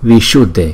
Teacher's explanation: Chữ S là cong lưỡi